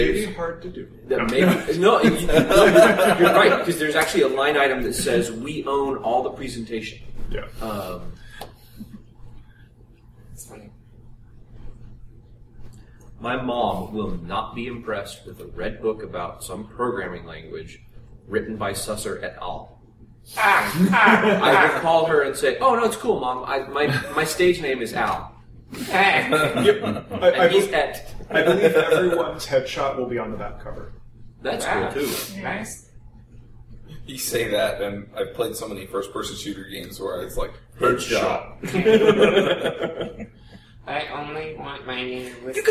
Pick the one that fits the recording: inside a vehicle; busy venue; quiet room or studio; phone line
busy venue